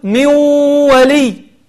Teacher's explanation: تقلب النون الساكنة إلى واو وتدخل الواو التي قلبتها بالواو الموجودة وتنطق الواو الثانية بحركتها، فتقول من ولي من ولي، ولا تقول من ولي من ولي أو من ولي، لا بل تقلبها وتقول من ولي. · Term: الإدغام